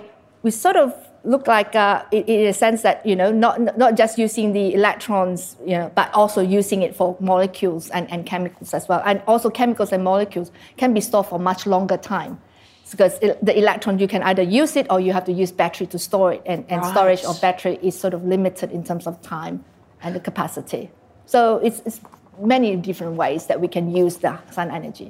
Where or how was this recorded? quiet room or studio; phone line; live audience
live audience